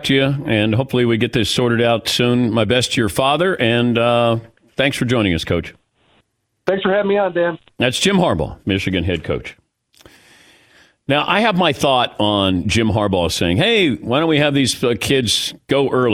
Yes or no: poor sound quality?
no